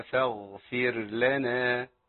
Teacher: لما الراء تقابلني ساكنه وبعديها لام، اخد بالي ان سهل ان هم يدخلوا في بعض، بس احنا ما عندناش ايه ادغام